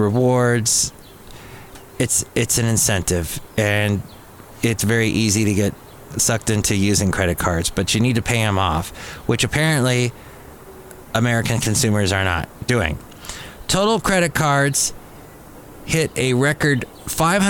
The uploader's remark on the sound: podcasts live from Café Anyway